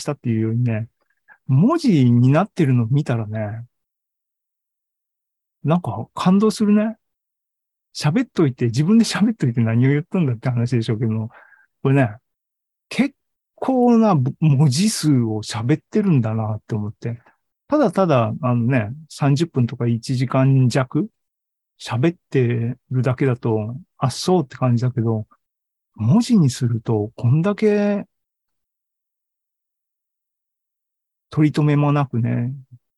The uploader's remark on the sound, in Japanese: ２０２２年１０月２６日に開催した ZOOMライブの模様です